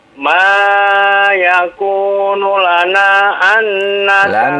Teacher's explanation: Lana panjangnya 4 atau 5 harokat